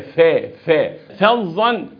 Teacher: استقبالك للظاء المفخمه، البعض يفخم الفاء، لا هي فا فا فظا هي غليظه.